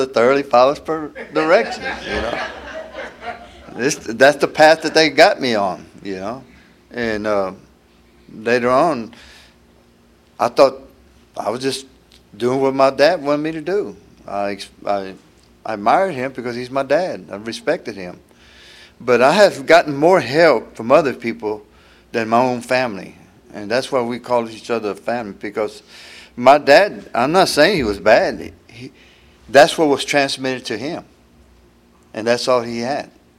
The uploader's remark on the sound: tells his story at the 34th Freedom From Bondage Conference in Aberdeen NC in 2023